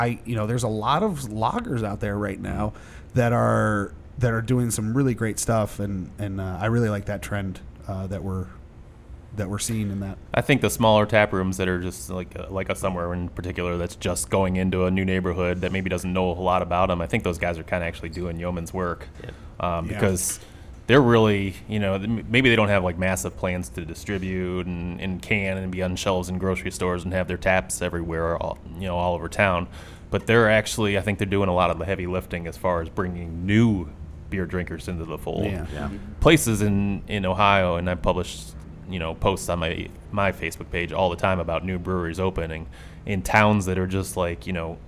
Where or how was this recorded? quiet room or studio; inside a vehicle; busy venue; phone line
busy venue